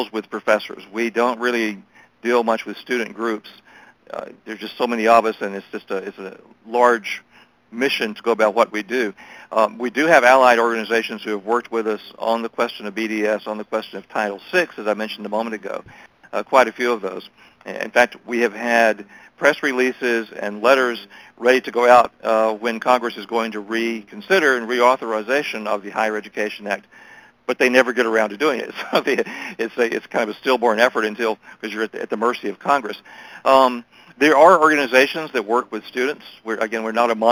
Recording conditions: phone line